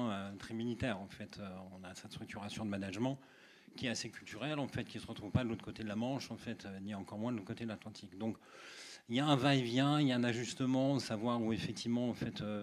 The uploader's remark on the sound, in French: Extra-Muros Live. Un épisode hors-série enregistré lors de l’inauguration du nouvel immeuble de Newton Offices Saint-Charles à Marseille. Ce n’est pas 1 mais 3 invités.